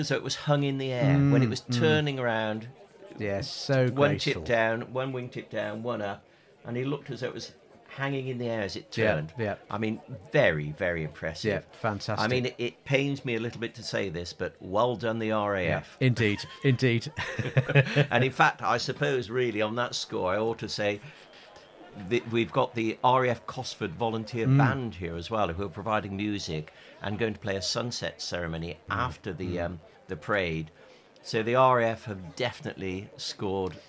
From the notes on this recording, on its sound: Join the podcast team on Castle Green in Hereford for an episode recorded at the Cadet Coronation Review for Herefordshire. Hear the sounds of a Hawker Hurricane from the Battle of Britain Memorial Flight and over two hundred sea, army and air cadets from across the county on parade.